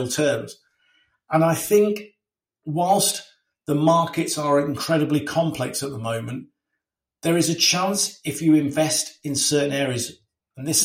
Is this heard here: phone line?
no